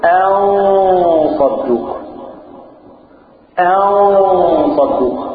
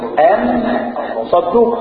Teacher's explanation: عار عن التشديد مع بقاء الغنة · Shown in: first take · الغنة اللي قال فيها الحركتين دول. · Term: الإخفاء